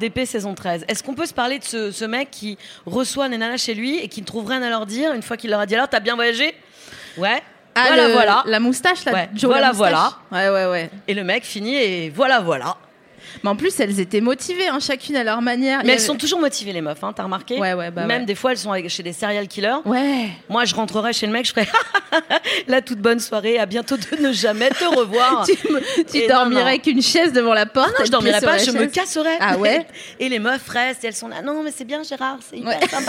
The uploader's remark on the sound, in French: Dans l’ambiance Feng Shui du Paris Podcast Festival. À La Gaîté Lyrique (3bis rue Papin, 75003 Paris).